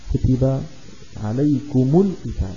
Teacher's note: عليكم القتال، عليكم آخر حرف فيها ميم ساكنة، القتال أول حرف فيها لام ساكنة، فالتقى ساكنان فلا بد من تحريك الأول باعتباره ليس لحرف مد، فنحرك الميم بالضم